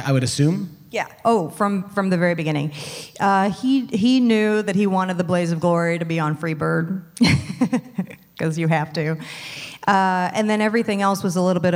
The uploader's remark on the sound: Live from Midsummer Scream 2022